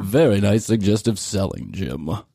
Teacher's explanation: He's got that vocal fry, but way at the lower tones